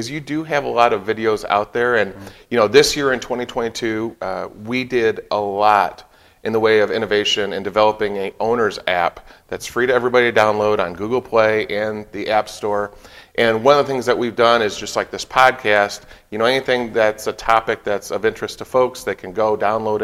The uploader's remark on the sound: LIVE from the MORryde Showroom